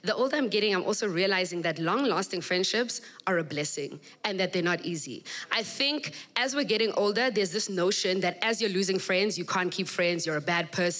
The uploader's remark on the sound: We kick off season 3 with the first episode recorded at my live podcasting event; The Assembly.